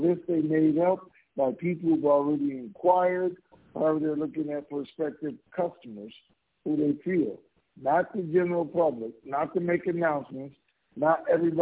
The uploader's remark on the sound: TNTSuperfantastic Conference Call